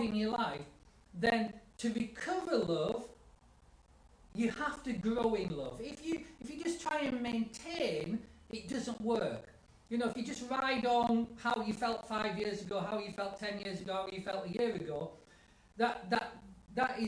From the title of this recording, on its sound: house church live feed